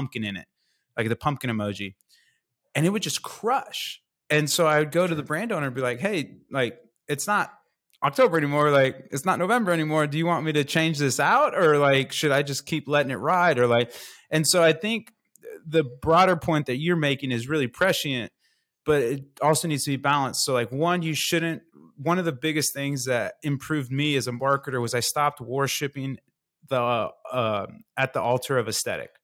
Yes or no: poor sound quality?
no